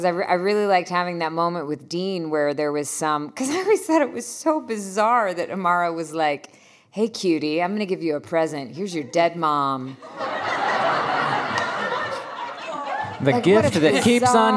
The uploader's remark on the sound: Recorded at RI Comic-Con 2021